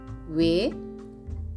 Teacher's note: V takes on an F sound